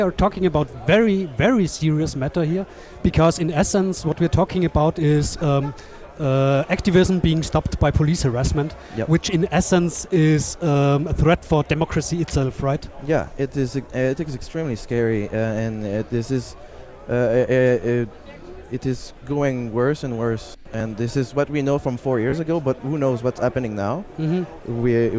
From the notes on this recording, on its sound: Live at the 34c3.